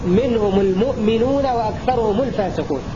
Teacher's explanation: الميم مضمومة تخلصا من التقاء الساكنين لكل القراء حالة الوصل